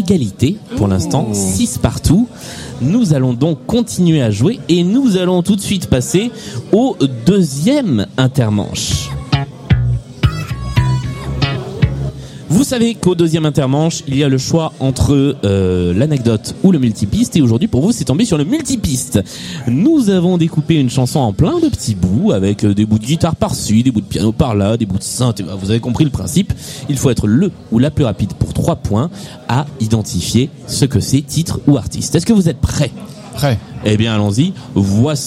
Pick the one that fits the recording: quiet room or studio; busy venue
busy venue